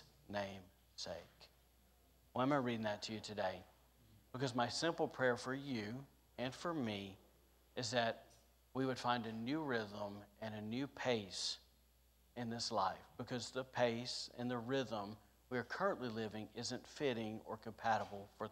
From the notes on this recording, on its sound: was recorded on Sunday, January 2nd, 2022, during service at The Anchor Church in Rockport, Maine.